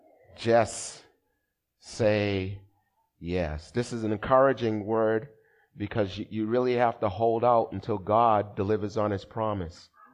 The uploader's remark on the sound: Recorded at the 8:30am Service on 2017-04-30.